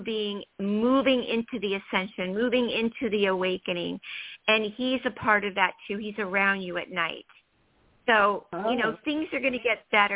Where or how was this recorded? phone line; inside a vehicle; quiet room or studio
phone line